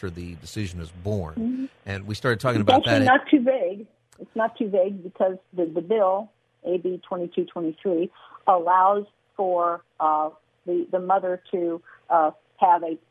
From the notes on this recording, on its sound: Callers call in to share their opinions